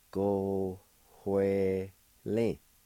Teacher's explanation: there's a faint H sound right before the W in the first part.